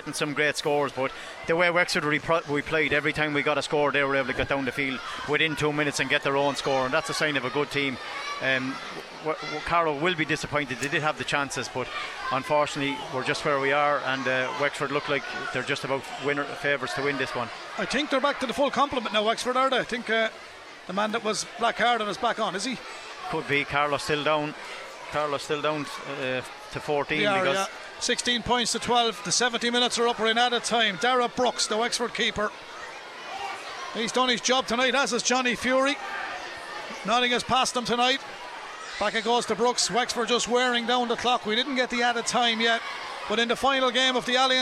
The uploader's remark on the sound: Chadwick’s Wexford Park beckoned. We were live in the stands for full commentary and analysis.